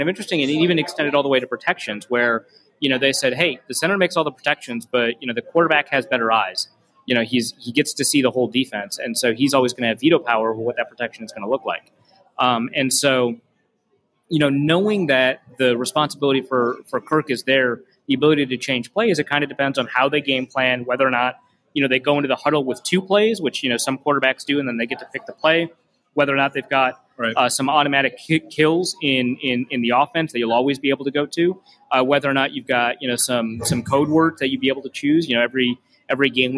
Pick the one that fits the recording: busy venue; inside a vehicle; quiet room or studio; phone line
busy venue